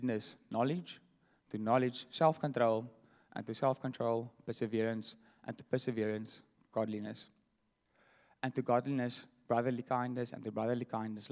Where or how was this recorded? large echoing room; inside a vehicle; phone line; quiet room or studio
large echoing room